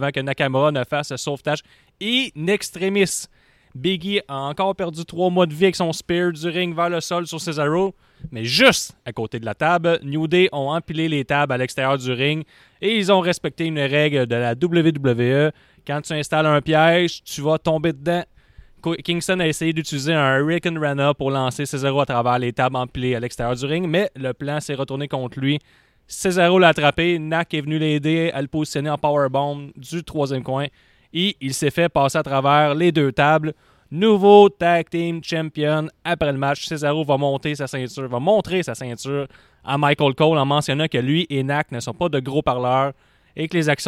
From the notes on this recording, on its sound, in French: Dans la cours à Wave. En direct du studio extérieur CJDLL.